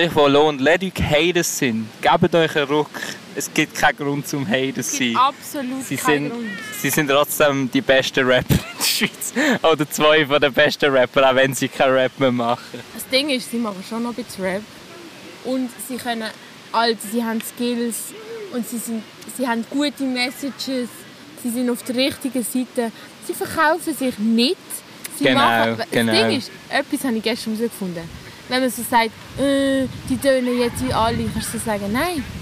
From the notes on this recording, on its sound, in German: Haben live im Schanzenpark gelabert. Es ist sehr windig und sobald man sich an das Rauschen im Hintergrund gewöhnt hat, ist die Folge auch schon wieder vorbei.